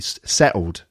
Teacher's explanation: And the settled sounds like settled with a D. But …, with her accent, would drop the T completely. Settled. That settle down.